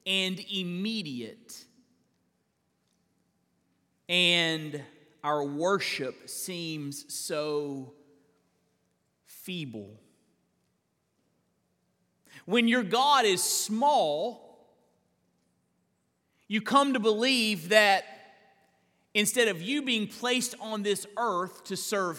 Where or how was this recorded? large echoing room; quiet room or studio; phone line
large echoing room